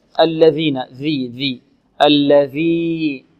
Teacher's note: طرف اللسان مع أطراف الثنايا العليا · Term: الذال